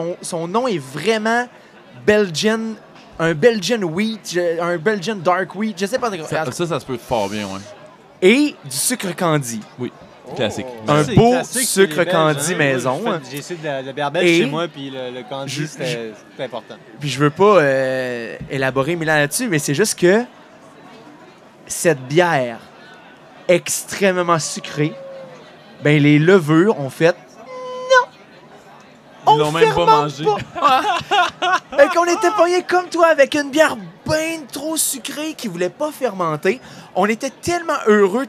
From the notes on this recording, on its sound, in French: lors du Festival des Brasseurs et des Artisans de Québec